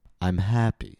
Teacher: In this case, my pitch got higher gradually. Instead of a sudden jump, I glided gradually. In this case, the speaker might sound sarcastic. · Term: glide up